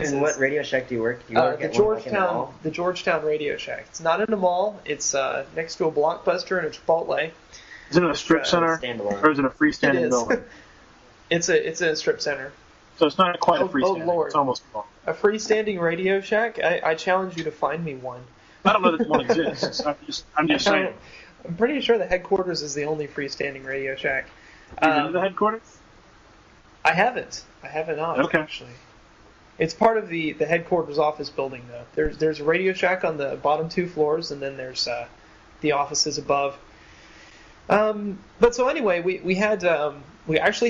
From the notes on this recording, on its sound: This week we convened over Skype. We apologize for the audio quality.